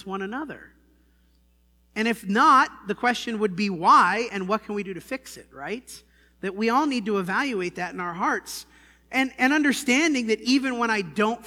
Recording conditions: large echoing room